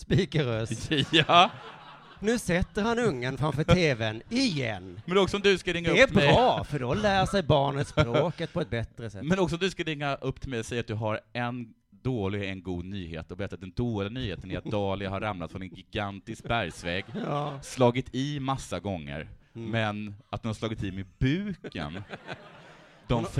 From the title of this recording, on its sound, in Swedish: live på Tangopalatset